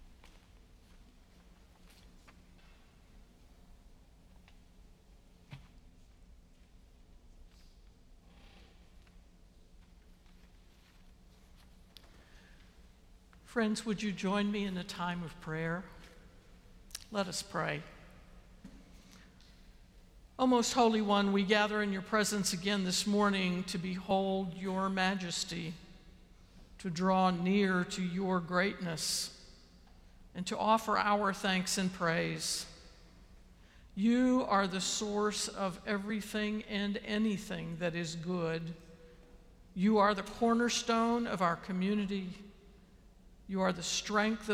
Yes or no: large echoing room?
yes